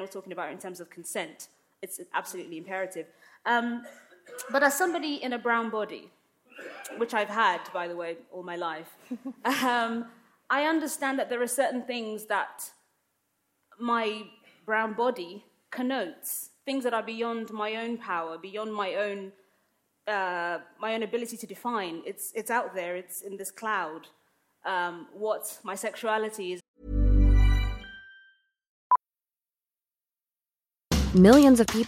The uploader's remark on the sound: Came together at Conway Hall in London. The debate and the audience question session is here in full.